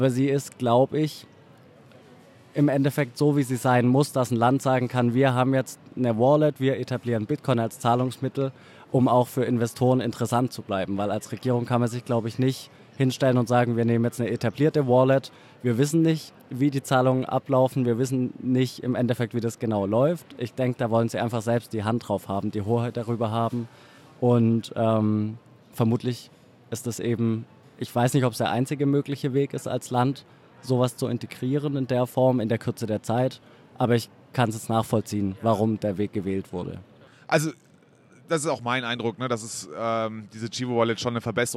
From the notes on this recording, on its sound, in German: Die Aufnahme erfolgt vom Flughafen in Toronto, weswegen die Tonqualität nicht ideal ist.